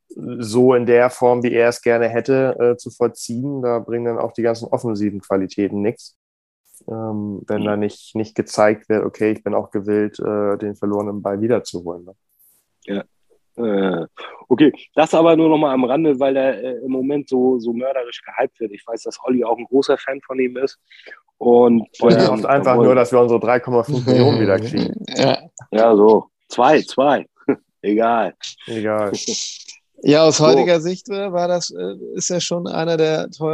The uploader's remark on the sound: via Zoom